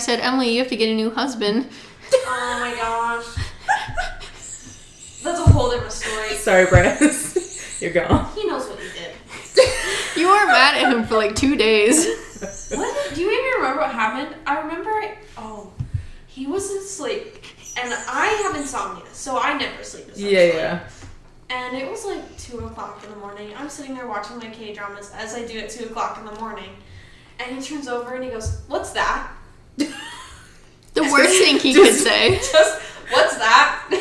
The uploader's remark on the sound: please forgive us this week as our audio is booty cheeks